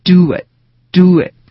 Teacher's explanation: 所以这时候你把 w 插在 do 和 it 中间，会形成一个 do it doit，这是慢一点的版本。哎，那么如果要是说一般的标准的速度应该是 do it doit。哎，我们来看两个例子 right？哎，比如说他多大了，这句话我们该怎么说呢？